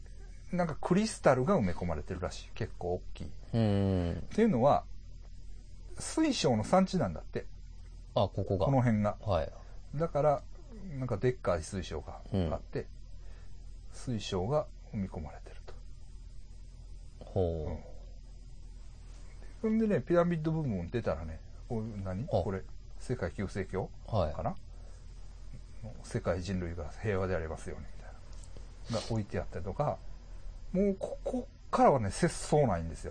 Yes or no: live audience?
no